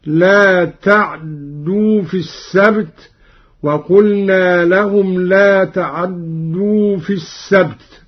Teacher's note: قرأ قالون: لا تعدوا في السبت، بإسكان العين واختلاسها